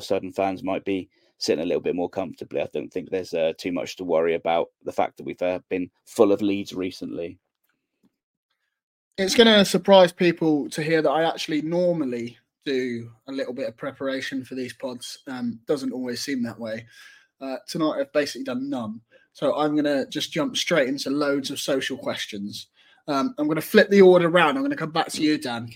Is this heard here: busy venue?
no